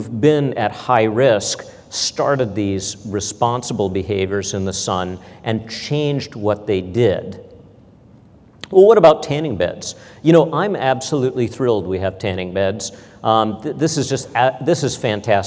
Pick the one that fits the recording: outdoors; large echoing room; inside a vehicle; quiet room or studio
large echoing room